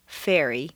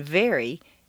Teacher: When you say F, it's as if you're whispering. So for V, say F and then simply add some voice to it, which is the whole difference between fairy and very